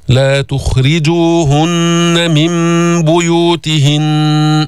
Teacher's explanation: الراء مرققة، لماذا؟ لأنها مكسورة. الخاء ساكنة، مش لا تخرجوهن، ما تحرك الخاء، فخمها وسكنها.